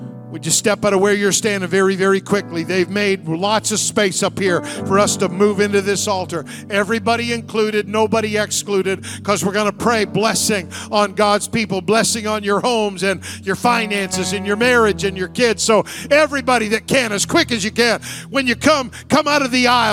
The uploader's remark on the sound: Sunday Morning Service. The Anchor Church of Zanesville, Ohio.